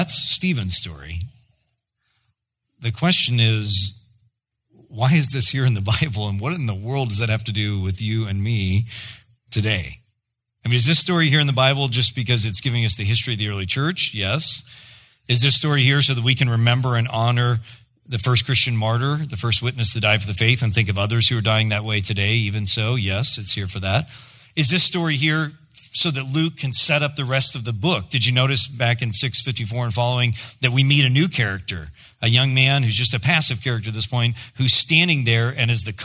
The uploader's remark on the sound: preached in October 2016 at Sojourn East